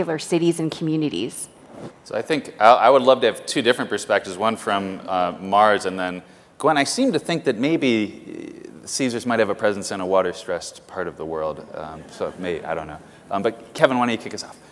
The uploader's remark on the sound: The best of live interviews from GreenBiz events.